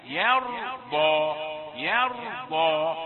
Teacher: فرق بين الياء المرفقة يا والراء المفخمة